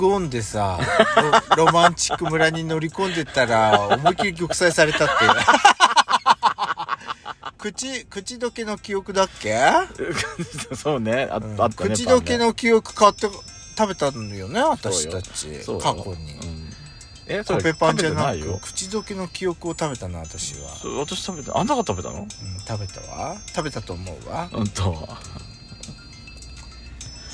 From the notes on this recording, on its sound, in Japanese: パーキング収録